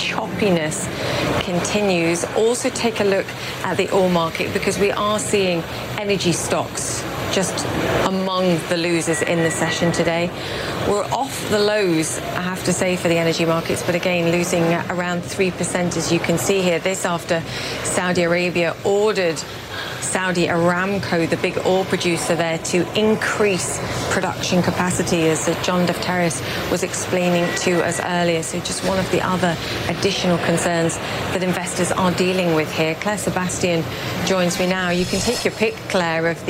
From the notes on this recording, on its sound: live from the New York Stock Exchange